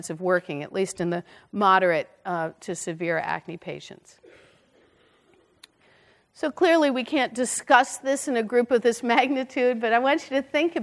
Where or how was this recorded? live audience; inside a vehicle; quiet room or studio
live audience